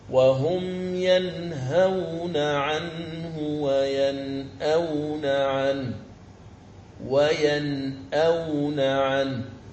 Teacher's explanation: يعني أن الإظهار مع الهمزة لا يوجد لورش إلا في هذه الكلمة، وهي كلمة ينأون. فلاحظ هنا عند النطق بها تظهر النون الساكنة وتظهر الهمز